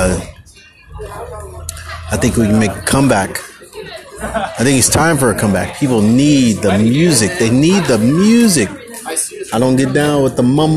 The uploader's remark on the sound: Random cycling through the night. Stumbles on a live band at one of the best pizza bars in the east Bay.